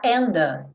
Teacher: eu não vou quicar, não vou fazer DT aí, eu já vou juntar and the